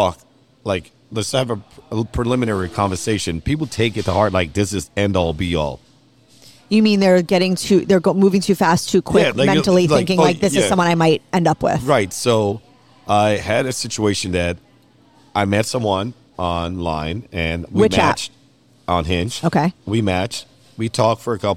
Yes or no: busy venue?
yes